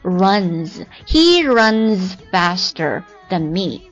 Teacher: 呢，它的这个音标里面它是以这个音结尾的，那的话呢它是属于浊音啊，浊辅音，所以呢加了 s 之后呢它就发作 z